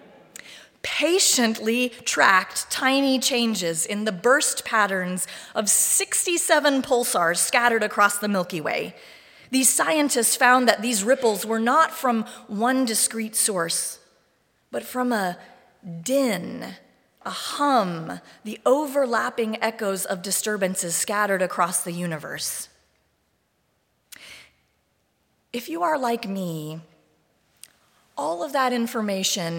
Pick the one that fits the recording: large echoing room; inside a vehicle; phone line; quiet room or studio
large echoing room